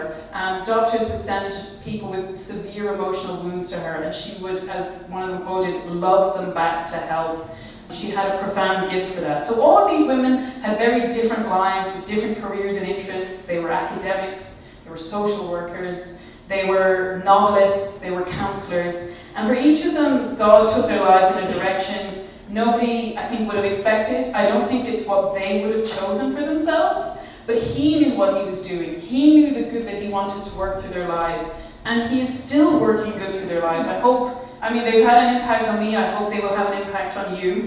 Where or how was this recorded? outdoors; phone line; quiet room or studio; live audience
live audience